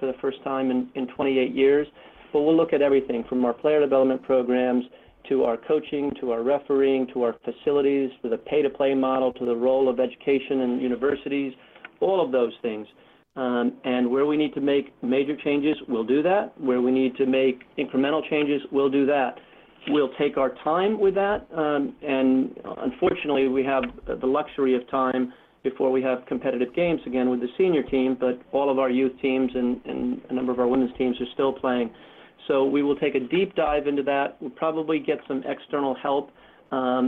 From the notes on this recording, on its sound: later in the show you can hear the full conference call.